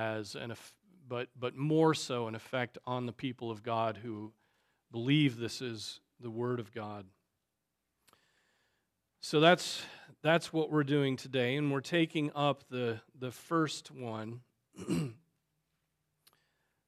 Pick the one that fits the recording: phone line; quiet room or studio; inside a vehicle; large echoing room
large echoing room